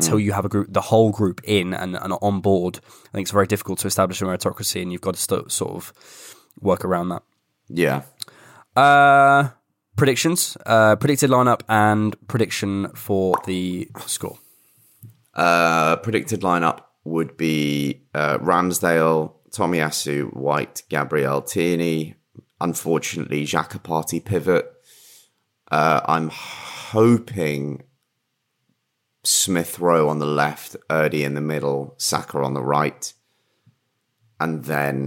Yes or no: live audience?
no